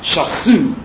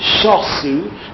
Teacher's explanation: Osu, they did, coming from ayin hay. The accent is on the shin. · Shown in: second take